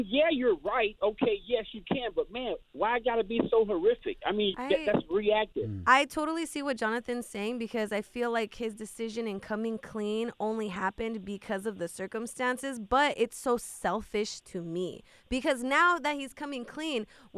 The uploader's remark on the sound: Our listener called in wondering if she should forgive her husband. Our listener called in the "Toxica Hotline".